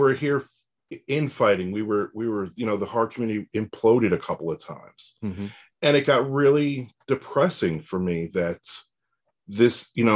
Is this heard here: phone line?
no